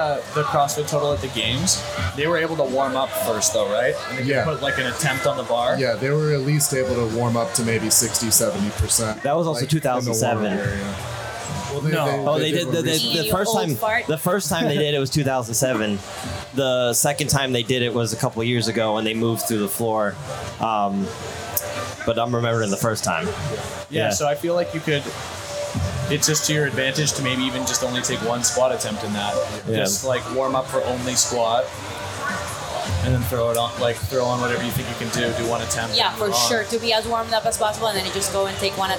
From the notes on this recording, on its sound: we recorded this one live at wodapalooza with the whole team